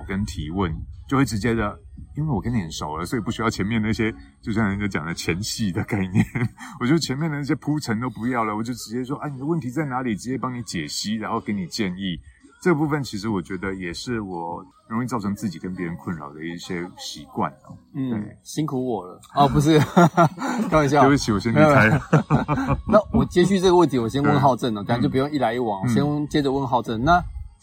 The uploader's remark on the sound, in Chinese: 錄製地點是"臺中東豐鐵馬道"